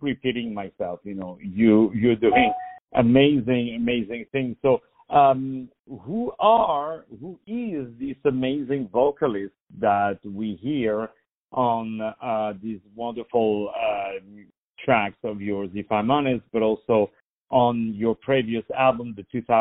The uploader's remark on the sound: On the phone